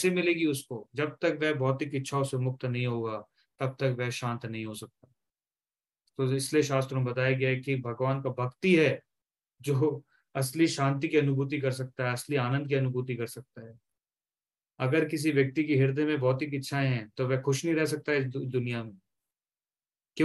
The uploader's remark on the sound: Zoom online session.